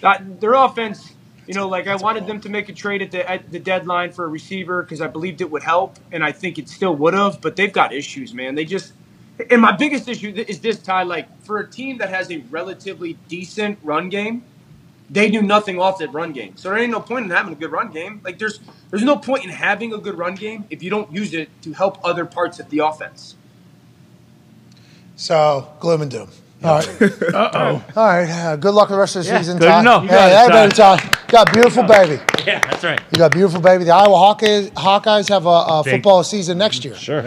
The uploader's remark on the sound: LIVE From The ThunderDome